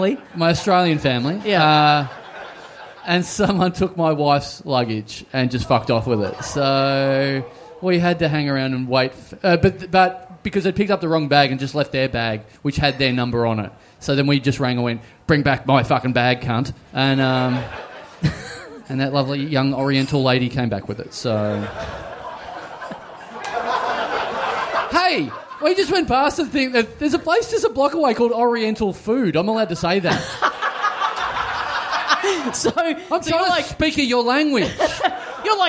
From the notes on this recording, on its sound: HOBART! We're heading down for the first time for a live show in a small venue.